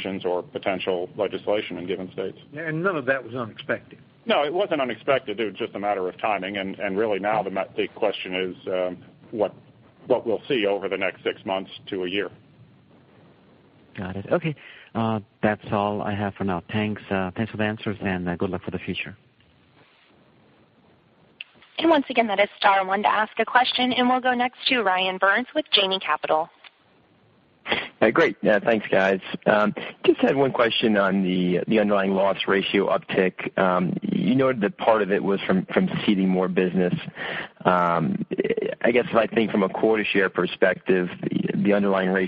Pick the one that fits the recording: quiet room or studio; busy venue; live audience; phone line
phone line